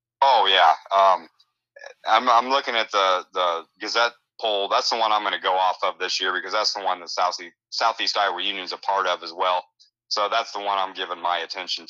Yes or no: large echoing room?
no